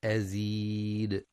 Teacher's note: والصواب دال مفتوحة يوقف عليها بالسكون